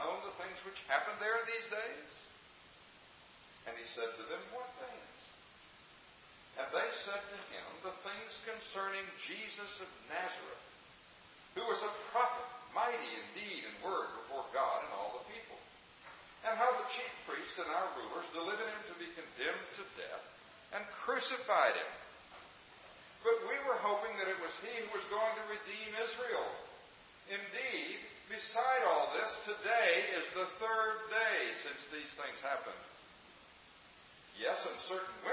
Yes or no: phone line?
no